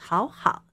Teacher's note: 这个前面两个好合在一起，哦、前面那个好就变二声了 · Term: 三声转调